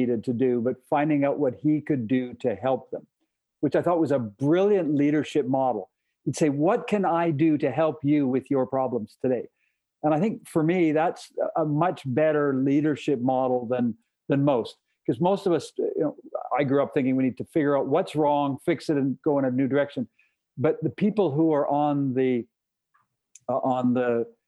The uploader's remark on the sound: Sat down virtually.